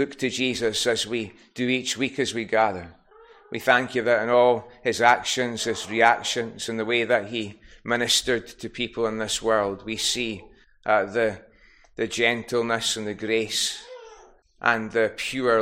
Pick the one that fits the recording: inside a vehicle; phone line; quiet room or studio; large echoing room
large echoing room